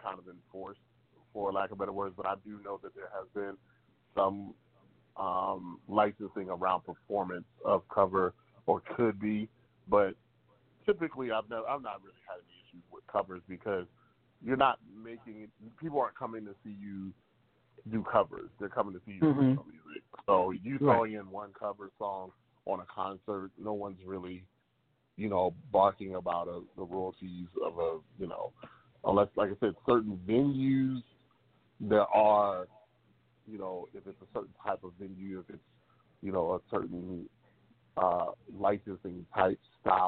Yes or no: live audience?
no